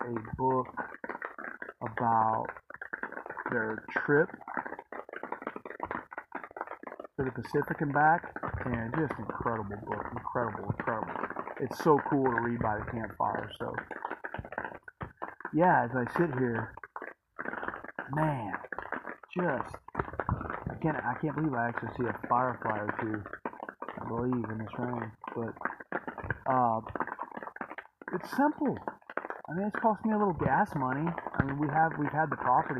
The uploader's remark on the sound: Sorry for the sound, it's terrible.